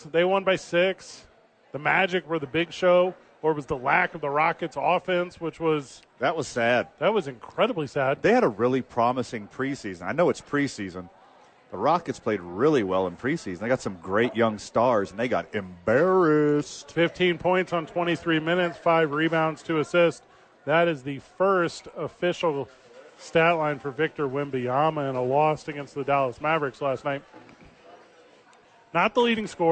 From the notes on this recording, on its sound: live from Sadies at 4th Street for TNF